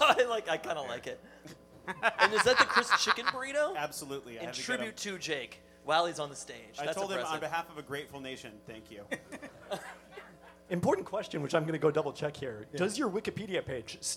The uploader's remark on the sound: During Peltoncast Live Spring 2023